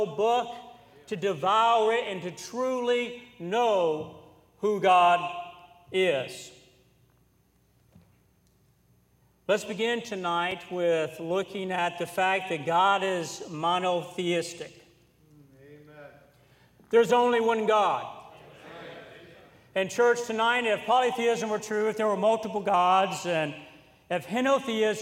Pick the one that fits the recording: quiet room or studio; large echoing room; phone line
large echoing room